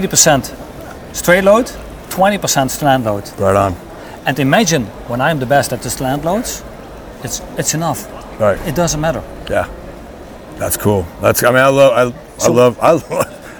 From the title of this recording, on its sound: LIVE FROM NATDA SHOW IN NASHVILLE